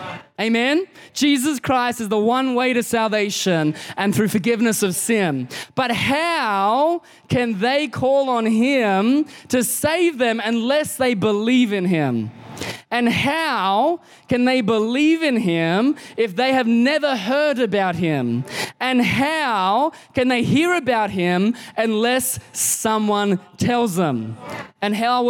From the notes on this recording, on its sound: Recorded in the 9am service on Sunday, 18th September 2022